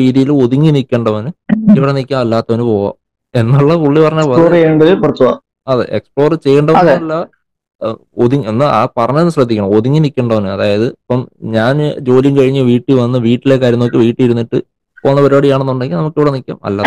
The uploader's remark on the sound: All three are in different places. This episode was recorded entirely online. This episode may have its flaws.